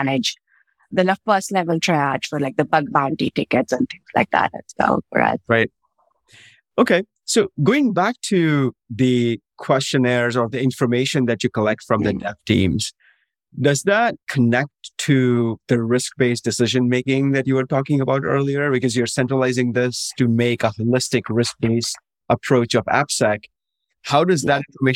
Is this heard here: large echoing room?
no